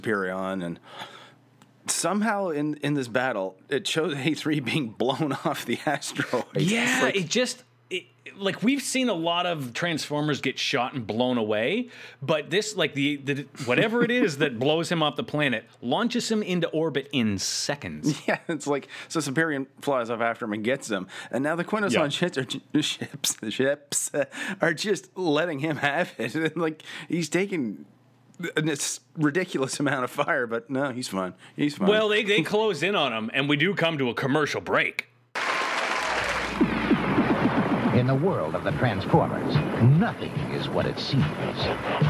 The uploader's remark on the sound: filmed in front of a live studio audience